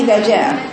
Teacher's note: جيم مفتوحة بعدها مد